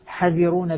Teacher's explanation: كذلك القصر، القصر أيضا هنا يعني أحد الصلاحين، إما ذهاب الحرف بالكلية، ذهاب حرف المد، ذهاب حرف المد، فأقول هذه الكلمة مثلا حذرون بالقصر، حاذرون بالمد، نعم نقول حذرون بالقصر يعني عدم وجود حرف المد، نحذف حرف المد